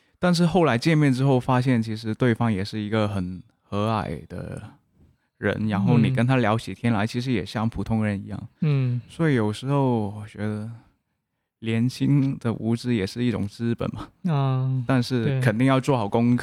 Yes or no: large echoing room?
no